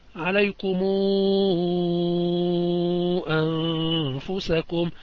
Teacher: فورش عندنا كما تعلمون يمدها مدا مشبعا بثلاث ألفات، يعني ست حركات. ابن كثير وأبو جعفر عندهما القصر فقط عليكم أنفسكم، ويكون لقالون القصر والمد. · Term: المد المنفصل